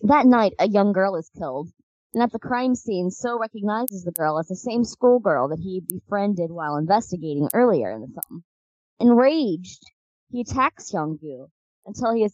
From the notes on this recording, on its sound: Please excuse some minor audio issues.